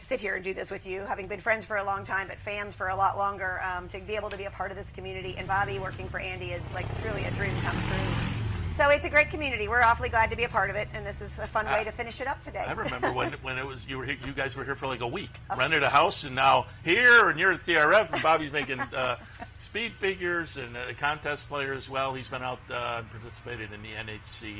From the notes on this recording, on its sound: live from Saratoga Race Course